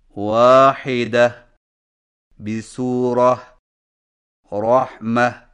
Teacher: جزم والی ہا سے بدل کر وقف کریں جب آخری حرف گولتا ہو، مثلا واحدتن، بسورتن، رحمتن پر وقف اس طرح کریں، واحدہ، بسورہ، رحمہ.